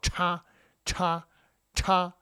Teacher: your tongue is pulled back retroflex style